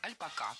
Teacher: слово «альпака» с ударением на последнем слоге и с пометой «неизменяемое».